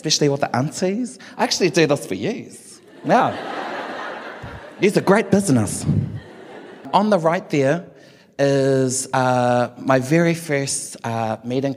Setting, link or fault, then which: setting, live audience